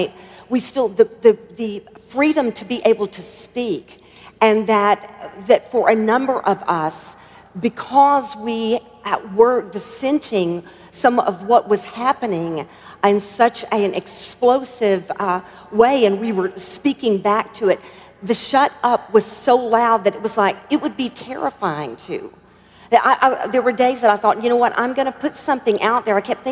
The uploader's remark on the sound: at our MLK50 conference